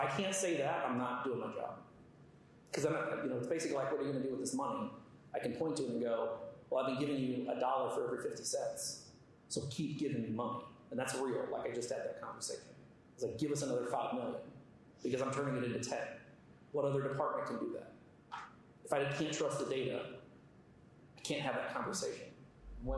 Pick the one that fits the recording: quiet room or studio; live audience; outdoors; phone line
live audience